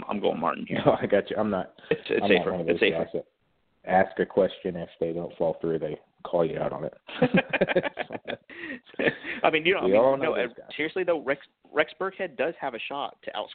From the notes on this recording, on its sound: go live to take calls